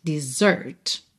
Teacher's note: E esse S tem som de Z